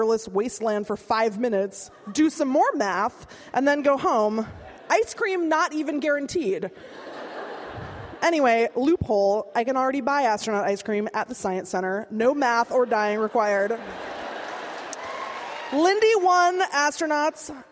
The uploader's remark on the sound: At Seattle Town Hall. Speaks to a Town Hall Seattle audience on May 25.